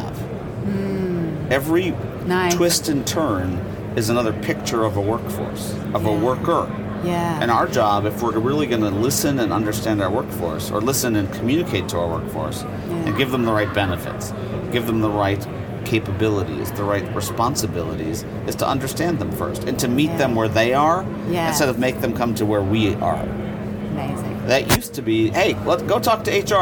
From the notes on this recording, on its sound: Studio on the road (again) to the 2023 HR Technology Conference & Exposition. HR Tech 2023.